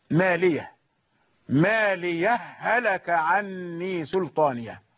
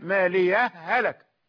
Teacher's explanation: الإدغام معروف، تدغم الهاء في الهاء